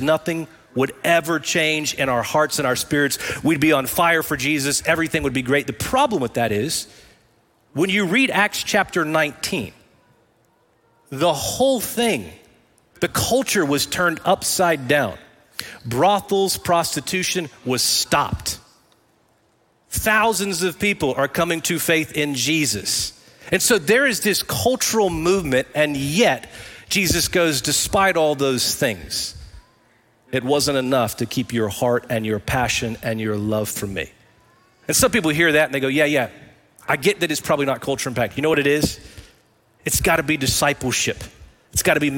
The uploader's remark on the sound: Recorded live at Brookwood Church.